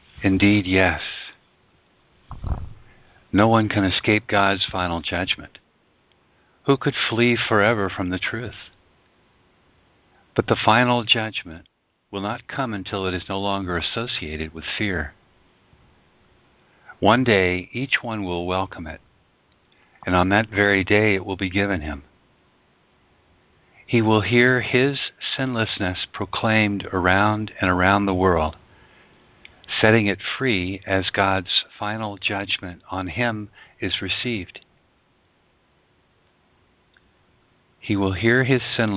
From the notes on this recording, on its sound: ACIM Daily TEXT Conference Call.